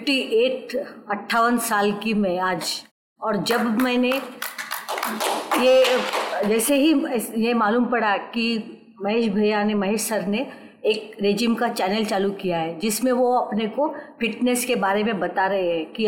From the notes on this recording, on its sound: This 26th episode was recorded with our Live Audience